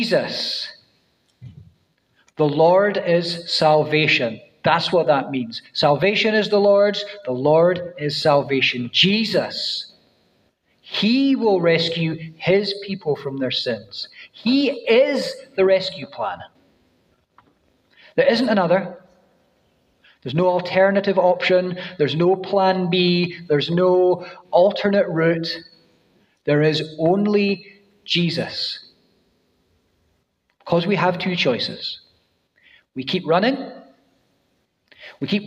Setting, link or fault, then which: setting, large echoing room